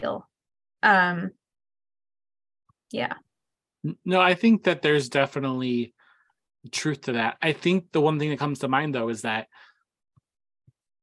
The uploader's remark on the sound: That includes us here at The Cosmic Circus, so of course we had to jump on Zoom for The Last of Us discussion podcast, capping the end of an excellent season.